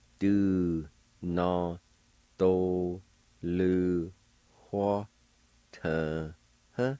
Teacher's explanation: A faint H sound right before the W